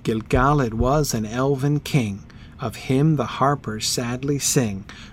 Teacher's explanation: Very neatly iambic tetrameter, right? In rhyming couplets. · That first stanza almost perfectly iambic all the way through